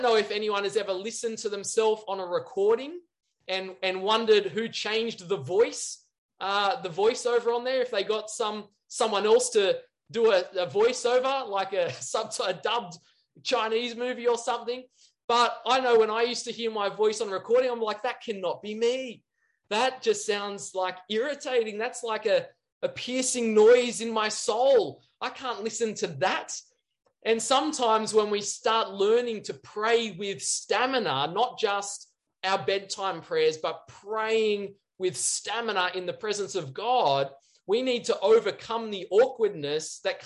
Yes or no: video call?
yes